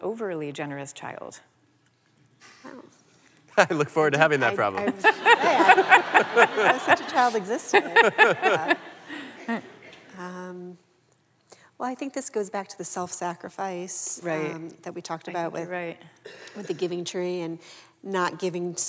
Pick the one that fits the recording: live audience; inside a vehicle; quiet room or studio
live audience